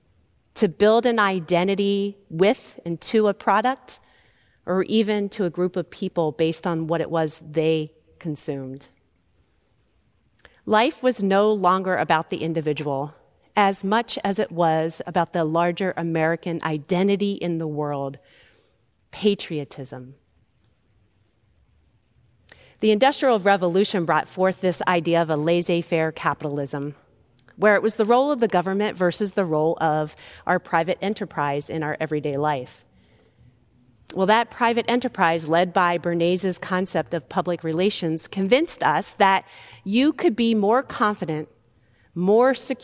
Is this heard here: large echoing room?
yes